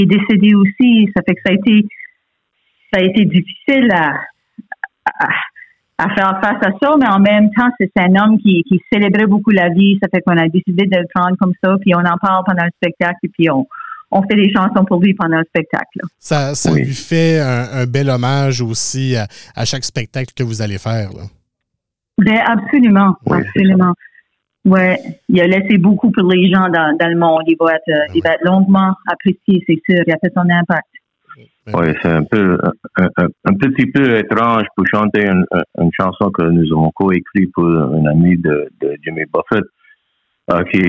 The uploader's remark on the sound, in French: Par téléphone les deux membres de la formation.